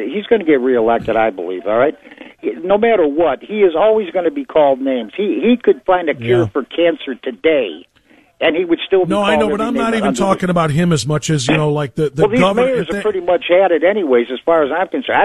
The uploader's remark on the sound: taking your phone calls